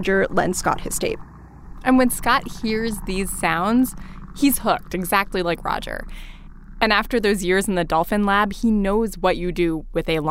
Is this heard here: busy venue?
no